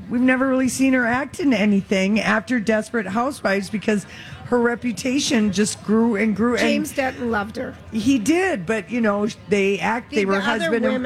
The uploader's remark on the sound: Wednesday Day 7 at the MN State Fair